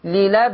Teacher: الألف فيه مقللة، فتقليل الألف يترتب عليه ترقيق الراء للابرار هكذا.